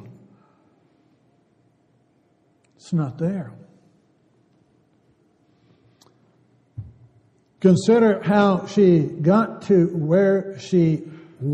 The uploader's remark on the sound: Downtown Church Of Christ Audio Sermon